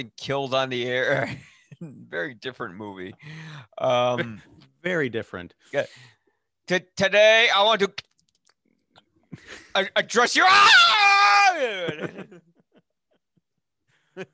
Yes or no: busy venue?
no